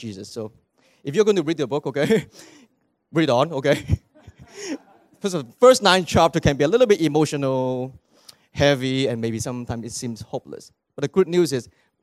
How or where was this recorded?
large echoing room